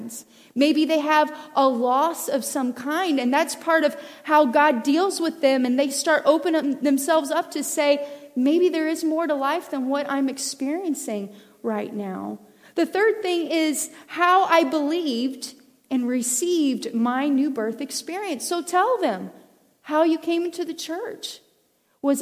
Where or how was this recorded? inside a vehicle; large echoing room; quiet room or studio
large echoing room